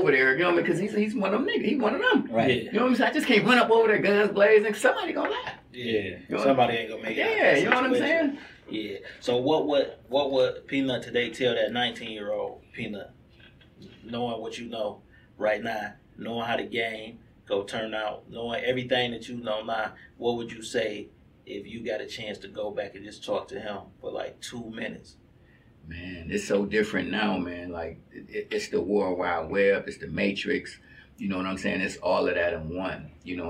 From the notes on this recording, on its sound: If your Audio sounds hollow it’s ok we had some technical difficulties